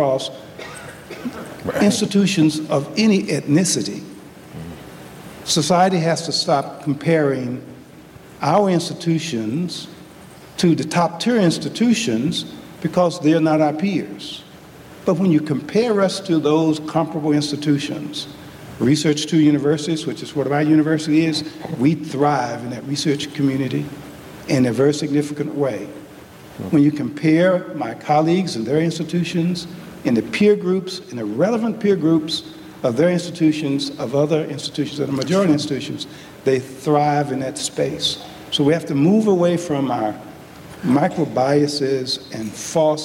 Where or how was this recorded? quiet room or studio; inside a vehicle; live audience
live audience